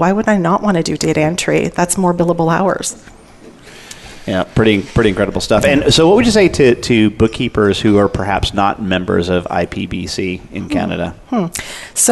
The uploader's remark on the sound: Live Broadcast at the The IPBC IGNITE Conference.